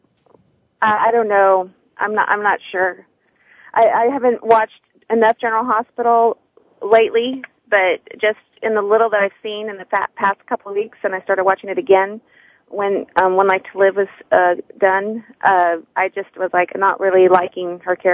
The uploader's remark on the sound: Soap Central Live opens the phone lines to fans.